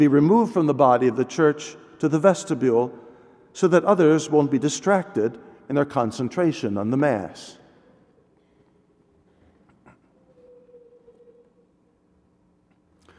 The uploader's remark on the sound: Delivered at all Masses.